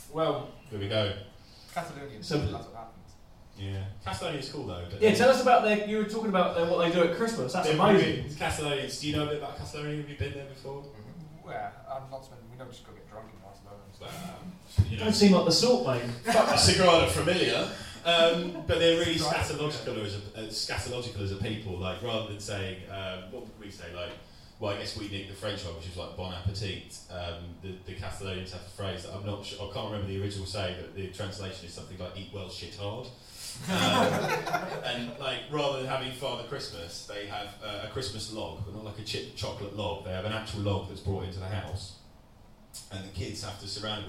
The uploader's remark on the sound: Live (in front of 3 people) in Edinburgh 2016. This episode was recorded at the Silk night Club in Edinburgh during the Fringe Festival 2016. We were supposed to do a stand-up show that day but only three people turned up so we decided to just chat to them and record it. It doesn't sound amazing and the mics are a bit feedbacky.